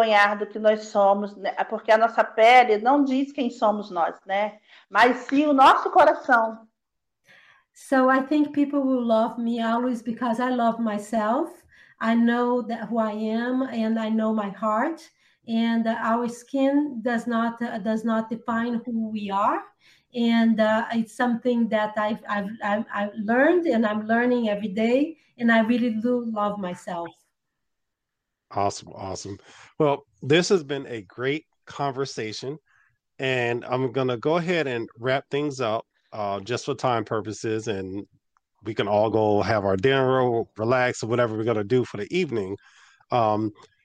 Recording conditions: video call